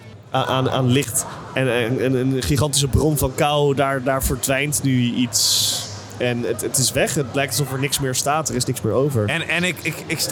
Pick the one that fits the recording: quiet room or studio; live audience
live audience